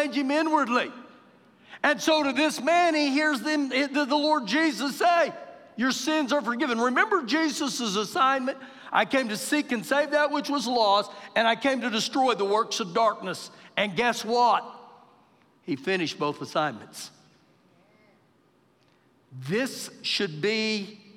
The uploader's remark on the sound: Recorded live during our Wednesday night service